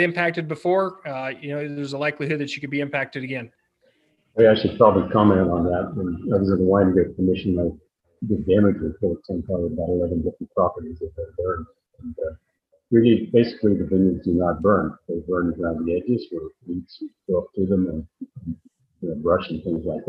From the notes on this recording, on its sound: Audio from a webinar presented on May 13, 2021